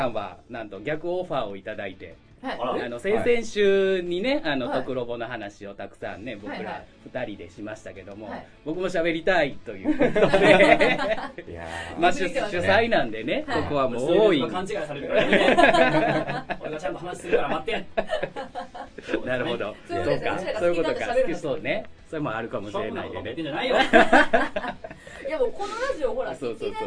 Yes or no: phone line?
no